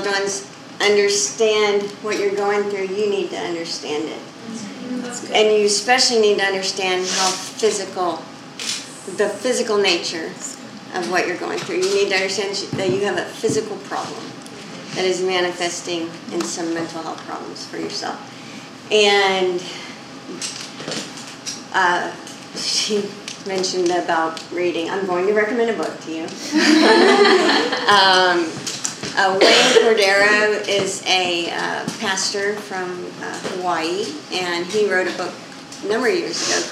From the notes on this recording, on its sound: More than 50 ladies met over dinner to hear from a panel of women. This episode is the audio recording of that evening.